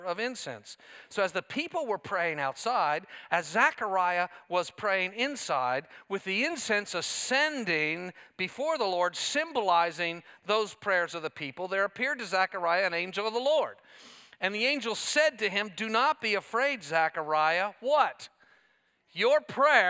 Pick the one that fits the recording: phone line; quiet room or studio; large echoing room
large echoing room